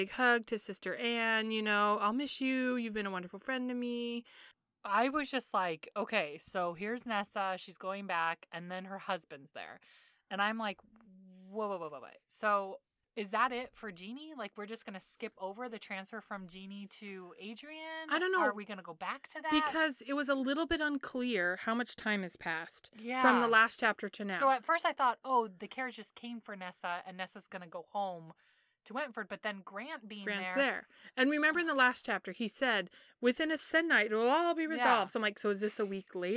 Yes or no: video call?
no